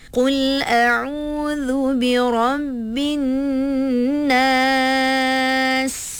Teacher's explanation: Nas. Kena bunyi desiran pada sin tu.